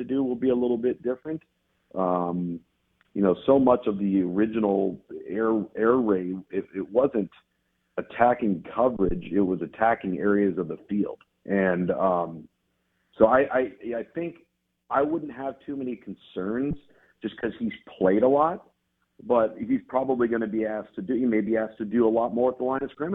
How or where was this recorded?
phone line